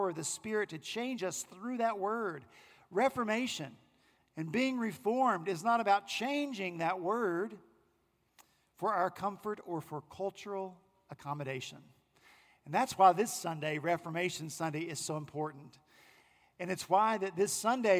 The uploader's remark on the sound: Our senior pastor at Redeemer Presbyterian Church in Charleston, SC, preached